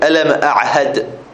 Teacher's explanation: ثلاث حروف كلها ثلاثة وراء بعض كلها من الحلق ومن أثقل الحروف · Term: حلقية